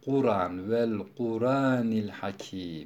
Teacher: Elif, yani hemze elife dönüşüyor, hareketsiz kalıyor. El Kur'an demiyor da Kur'an, vel Kur'anil Hakim.